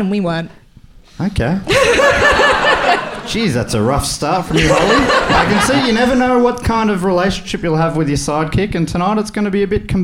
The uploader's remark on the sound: Recorded live at the Comedy Box in Bristol, UK!